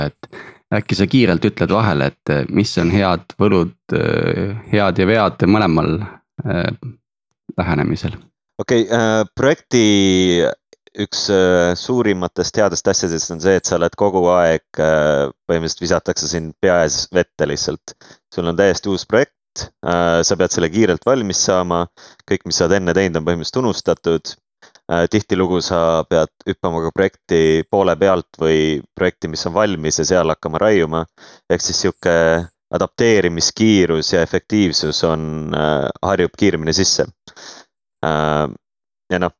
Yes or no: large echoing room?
no